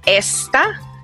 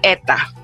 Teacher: the letter S can disappear. It doesn't matter where it is, if it's in the middle of the word or at the end of the word. · Shown in: second take · Term: omit the letter S